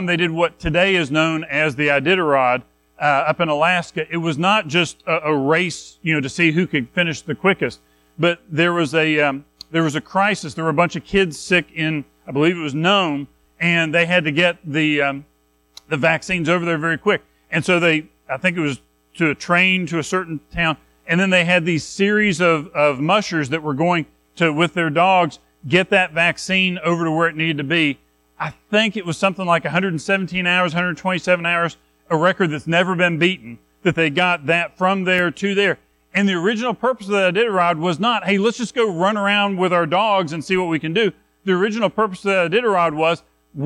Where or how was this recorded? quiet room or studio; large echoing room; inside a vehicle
large echoing room